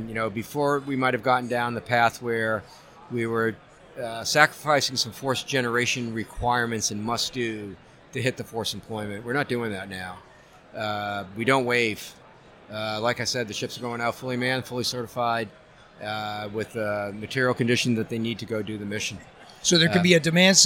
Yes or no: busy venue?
yes